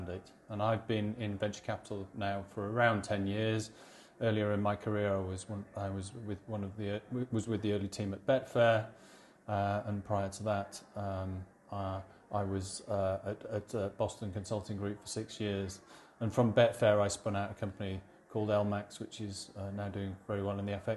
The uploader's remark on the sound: Live From ITI Europe. Another one recorded live from Insurtech Insights Europe.